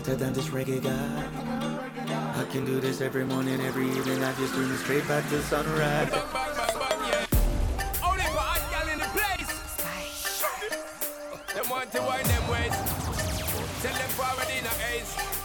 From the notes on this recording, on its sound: Live audio recording. Jahkno Radio.